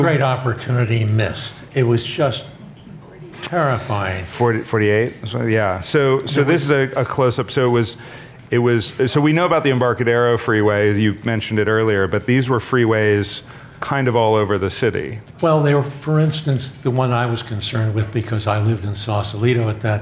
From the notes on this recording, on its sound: Was given on October 02, 02018 as part of The Long Now Foundation's “Conversations at The Interval” Salon Talks. These hour long talks are recorded live at The Interval, our bar, cafe, & museum in San Francisco.